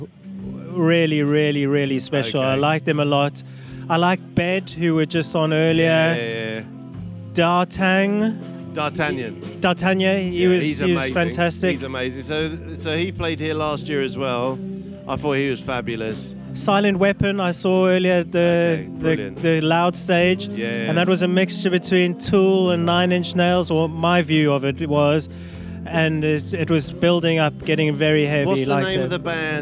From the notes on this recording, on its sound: These are the conversations recorded on the second of two days at the Riverside Festival, Charlbury, Oxford. Following their performances on the main stage.